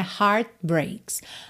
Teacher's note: De novo, você não escutou o T de heart, né? Heart breaks.